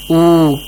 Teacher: after dhamma we have a waw, that waw is sakin, you have to produce a longer oo sound